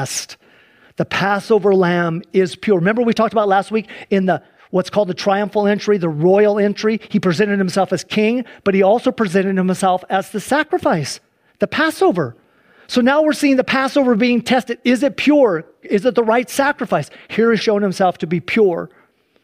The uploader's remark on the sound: Please enjoy this Sunday church service livestream